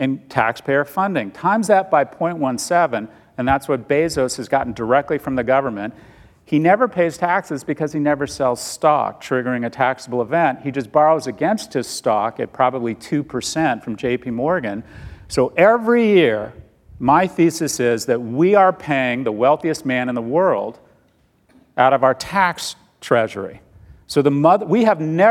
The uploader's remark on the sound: Recorded live on September 9, 2019 at Code Commerce in New York City.